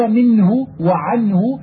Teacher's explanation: فمخرج هذه النون من طرف اللسان، ومعها غنة تخرج من الخياشيم لأنها غير مخفاة والغنة ظاهرة